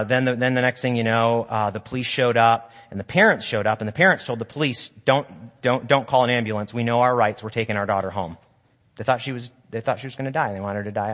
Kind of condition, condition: setting, large echoing room